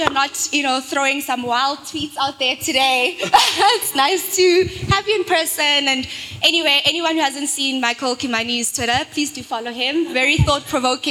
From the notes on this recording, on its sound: The African Pre-seed podcast partnered with the Africa FinTech Summit in Lusaka, Zambia, to host the first-ever edition of APS Live. Had three amazing guests on the couch in front of a live audience.